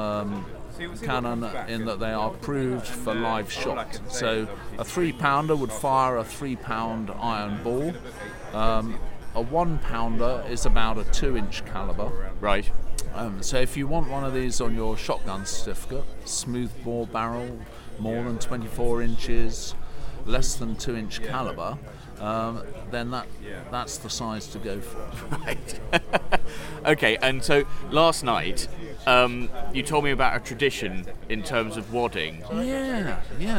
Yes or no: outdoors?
yes